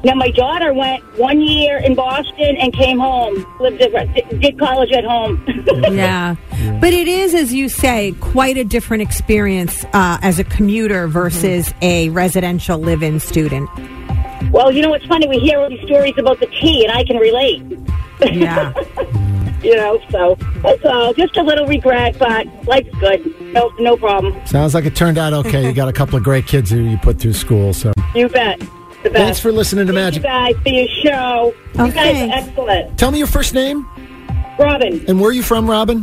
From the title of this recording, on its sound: Listeners Call